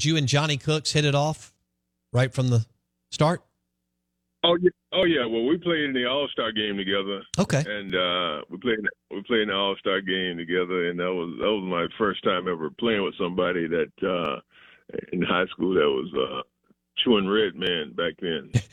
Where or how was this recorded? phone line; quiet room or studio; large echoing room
phone line